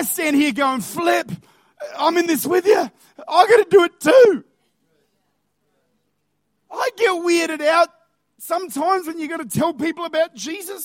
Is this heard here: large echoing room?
yes